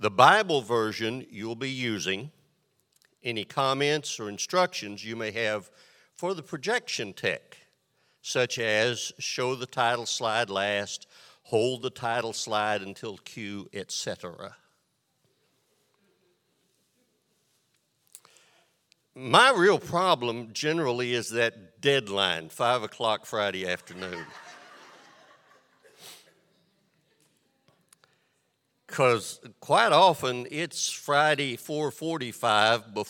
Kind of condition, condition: setting, large echoing room